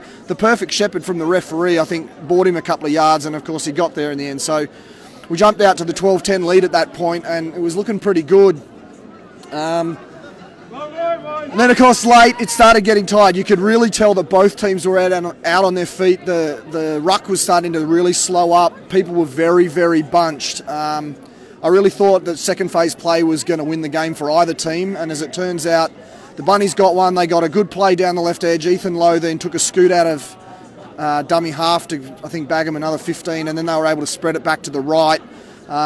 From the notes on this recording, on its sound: on location at Canberra Stadium